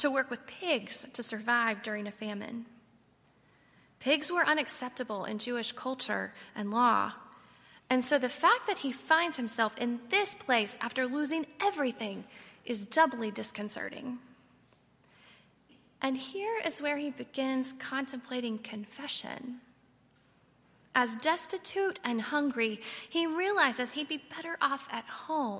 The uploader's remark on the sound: on Sunday, March 31, 2019, at Highland Baptist Church.